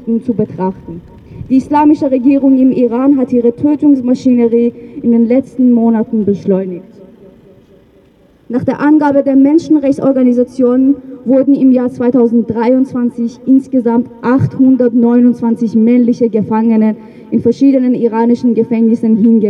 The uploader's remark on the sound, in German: O-Ton] Ausschnitte aus Demo gegen Hinrichtungswelle im Iran am 3. 2. 2024 in Wien